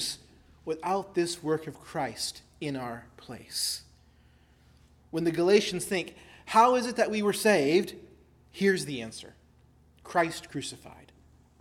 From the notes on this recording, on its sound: preached at Christ Our Savior Baptist Church